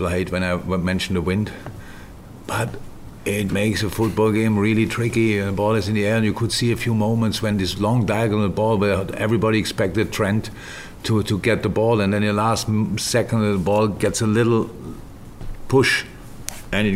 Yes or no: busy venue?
yes